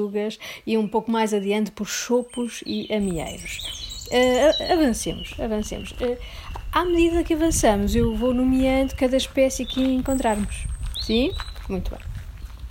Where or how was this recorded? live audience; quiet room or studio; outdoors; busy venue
outdoors